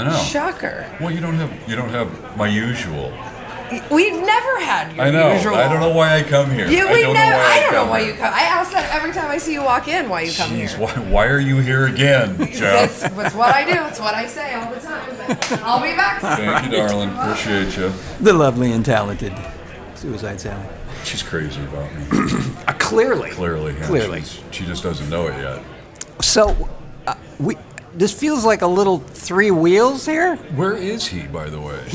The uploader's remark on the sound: Coming To You Live From Suicide Sally’s